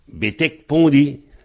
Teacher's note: Devant un P, on aura un K